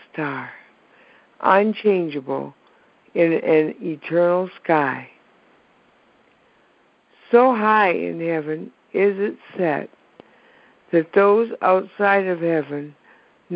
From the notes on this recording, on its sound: ACIM Daily TEXT Conference Call